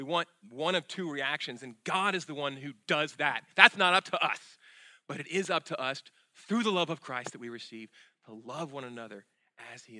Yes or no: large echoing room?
yes